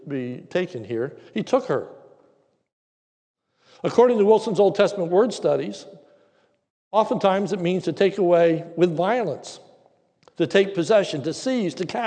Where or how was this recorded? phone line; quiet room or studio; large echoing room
large echoing room